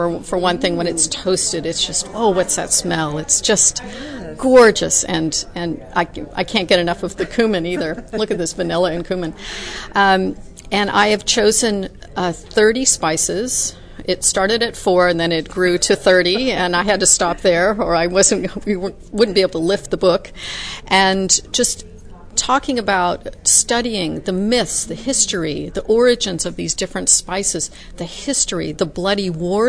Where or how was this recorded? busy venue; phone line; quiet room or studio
busy venue